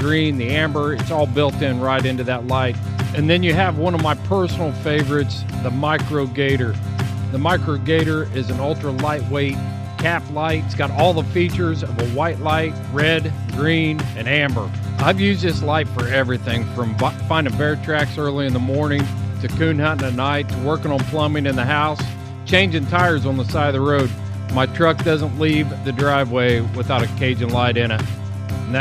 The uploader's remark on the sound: All Mixed Up is once again on the road! Head to Kirtland, NM to correspond LIVE at Horses, Hounds, and Mules.